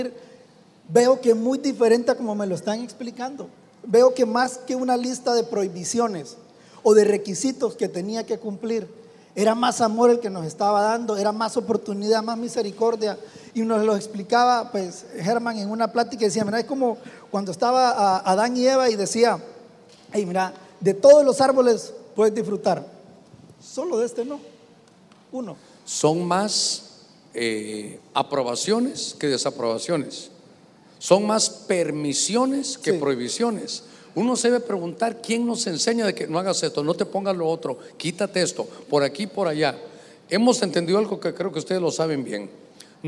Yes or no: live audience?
yes